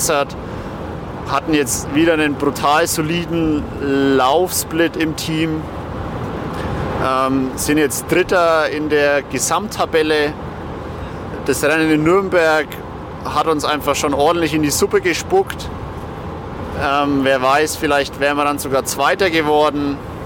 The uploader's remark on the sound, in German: Vergangenes Wochenende haben wir unser Mikrofon wieder heimlich mit in die Sporttaschen der Jungs gepackt und herausgekommen ist wieder eine feine Live-On-Tape Folge - ungeschönt - ungestellt. Das Wochenende in Viernheim zum Saisonabschluss der zweiten Bundesliga Süd.